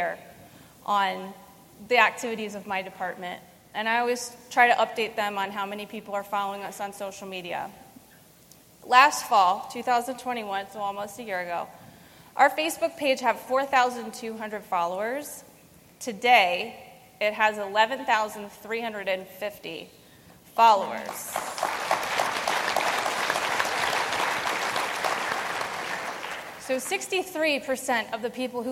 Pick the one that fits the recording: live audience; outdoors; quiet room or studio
live audience